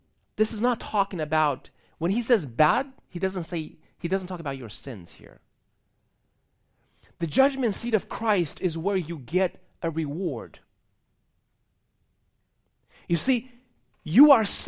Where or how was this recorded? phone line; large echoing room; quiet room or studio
large echoing room